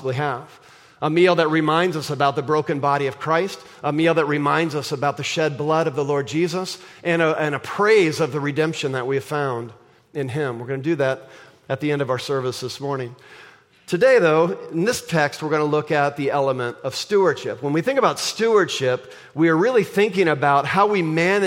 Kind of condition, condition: setting, large echoing room